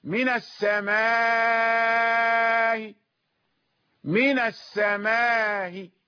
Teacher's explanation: يعني جزء من الكسرة مع تسهيل الهمزة، همزة مسهلة وفيها المد والقصر